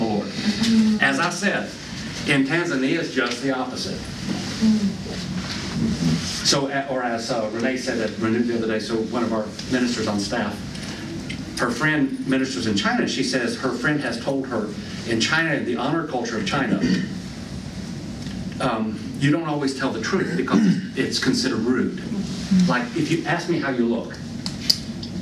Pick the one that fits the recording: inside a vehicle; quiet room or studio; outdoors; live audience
live audience